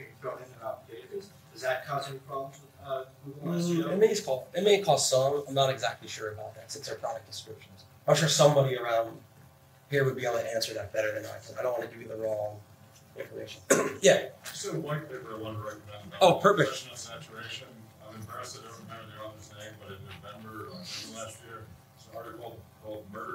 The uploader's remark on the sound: WordCamp Los Angeles 2011. Sorry, the audio isn't perfect! WordPress WordCamp's can get a bit noisy.